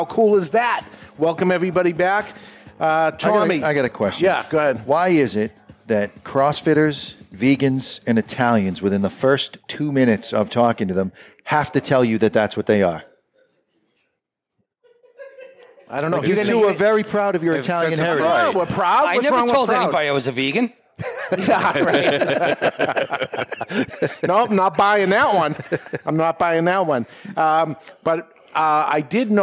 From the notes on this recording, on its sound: The Cigar Authority Live from the Toscano Sound Stage in Salem, New Hampshire. The Cigar Authority is a member of the United Podcast Network and is recorded live in front of a studio audience at Studio 21 Podcast Cafe upstairs at Two Guys Smoke Shop in Salem, NH.